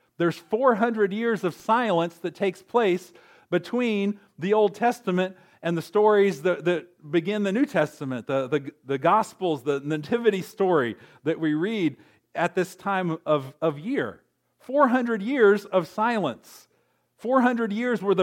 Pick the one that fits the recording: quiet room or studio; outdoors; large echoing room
large echoing room